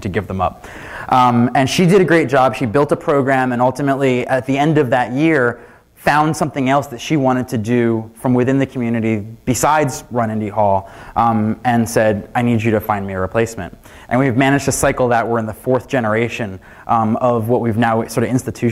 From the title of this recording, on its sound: Keynote from "Queen City Merge" conference (full recording, unedited)